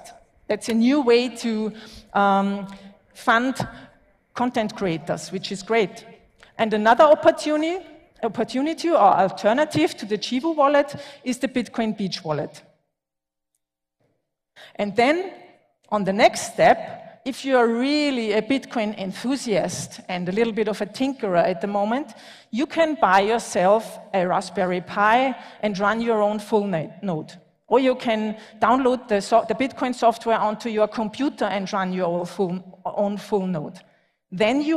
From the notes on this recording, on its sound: Talk at LaBitconf 2021 in El Salvador, the longest running Bitcoin conference in Latin America.